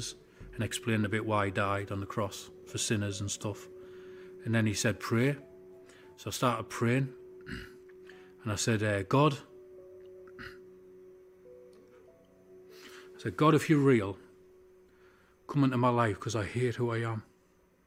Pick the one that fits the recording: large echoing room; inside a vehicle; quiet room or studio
large echoing room